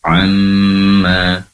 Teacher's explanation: Kemudian wa ta'ala amma, di situ ada mim yang bertasydid tentunya gunnah, maka durasi mendengungnya lebih lama ya. Amma, durasi penempelan kedua bibir itu lebih lama karena mim berasal dari kedua bibir yang ditempelkan